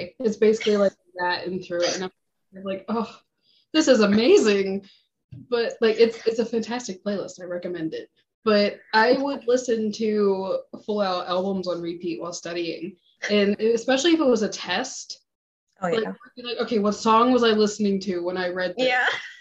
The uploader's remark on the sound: Recorded this using Zoom, so audio may not be of the best quality, but they assure you it was the best option they could find for free.